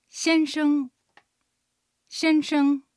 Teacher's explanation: アクセントは一声なので先、平板で伸ばします。先は短い音、形声です。では練習してみましょう。先生。先生。続けて女士。漢字で書くと女という字に武士の士と書きます。こちらも改まった女性の呼び方です。李女士というと女性の李さんっていう意味になります。女士以外にも女性の呼び方はあるんですけれども、相手が大人であればこれが一番無難かなというような気がします。女士の女はうの口の形でにと発音します。日本語にはありませんね。で、下がって上がるアクセント、三声のアクセントです。士は舌先を歯の裏側に軽くつけたままシと発音します。アクセントは4声で下がります。では練習しましょう。女士。女士。最後に子供の呼びかけ方について勉強しましょう。はい、漢字はですね、小さいという漢字に月を2つ書く、あの智子さんっていうあの字の友ですね。はいはい、いらっしゃいますね。はいはい、に、友達の友でポンヨで、小さい友達という漢字を書きます。はい、で、男女問わずあの名前を知らない子どもたちにはシャオポンヨ、小さい子どもと呼び